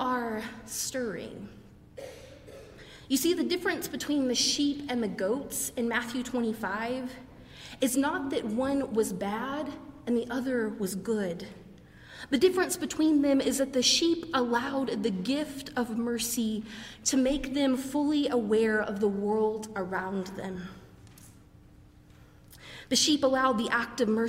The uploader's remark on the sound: preached during our 11:00 service on Sunday